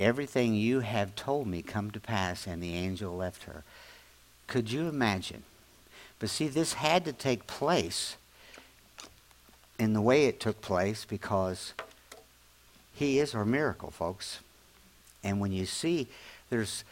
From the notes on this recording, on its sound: latest audio podcast from Grace Church on Sunday December 17, 2023